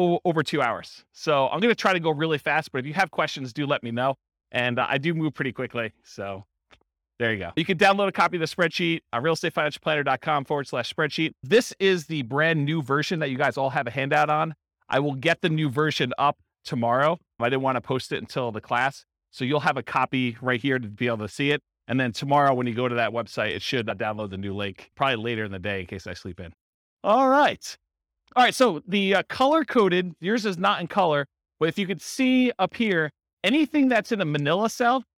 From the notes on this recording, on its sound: This was a live class recorded in Fort Collins for buy and hold real estate investors.